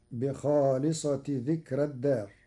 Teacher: بخالصة ذكر الدار، قرأ ورش كلمة بخالصة بدون تنوين، فتصير بخالصة ذكر الدار على أنه مضاف للبيان مع ترقيق راء ذكرى وصلا لأن الفاصل ليس حرف استعلاء